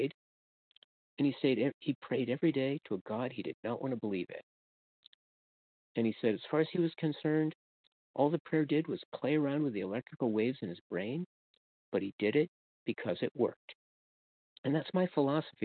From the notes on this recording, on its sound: from the 100 Pounders Phone Meeting